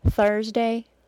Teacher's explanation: Thursday, because it has a schwa plus R sound, has an R sound that lasts longer than three and through.